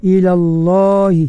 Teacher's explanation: ila Allah lam pada lafzul jalalah hendaklah ditebalkan